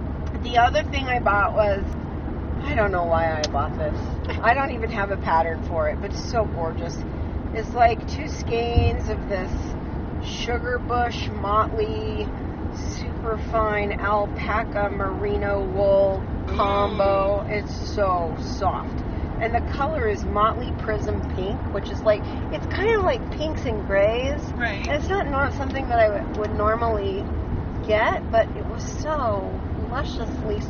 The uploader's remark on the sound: WARNING: we recorded in the car on the way home. There is some background noise.